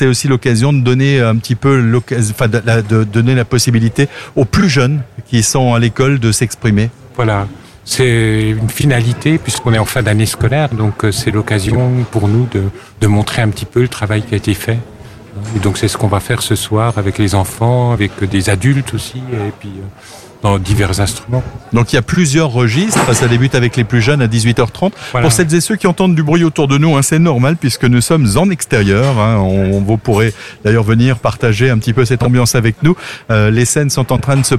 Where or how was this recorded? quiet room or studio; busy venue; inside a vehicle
busy venue